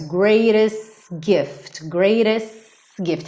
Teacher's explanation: Ele alonga o S um pouquinho e já entra no gift.